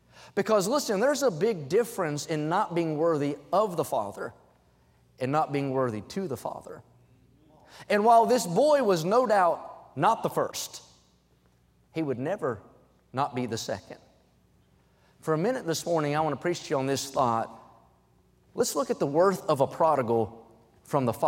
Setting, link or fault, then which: setting, large echoing room